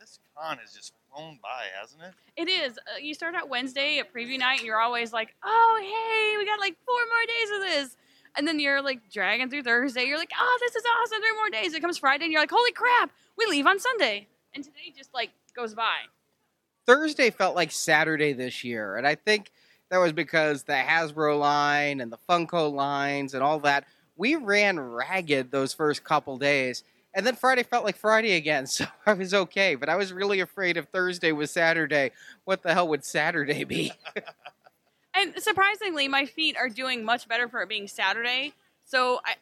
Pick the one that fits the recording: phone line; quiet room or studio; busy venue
busy venue